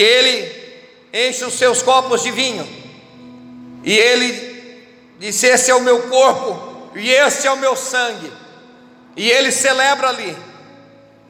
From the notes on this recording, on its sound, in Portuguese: Você está assistindo culto ao vivo da IEQ Mina do Mato , direto de Criciúma-SC.